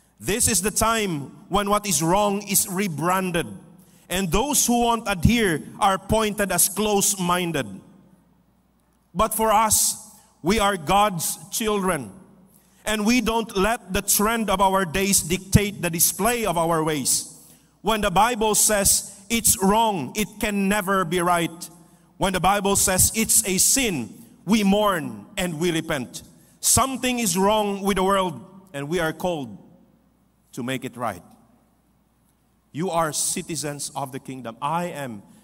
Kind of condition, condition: setting, large echoing room